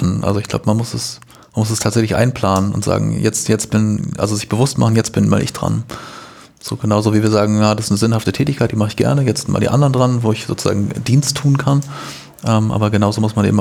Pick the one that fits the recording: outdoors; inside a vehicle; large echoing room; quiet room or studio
quiet room or studio